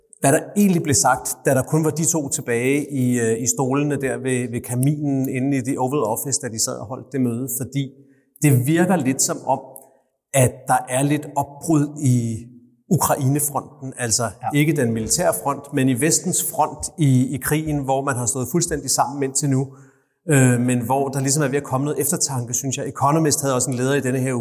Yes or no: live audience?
yes